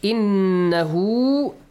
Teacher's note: Make sure you have a wow, a baby wow, a tiny wow. Right after the ha.